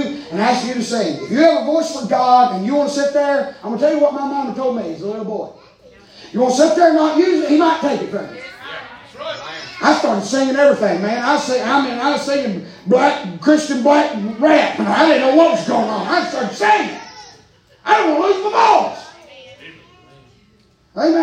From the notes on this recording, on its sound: preaching live from Still Water Baptist Church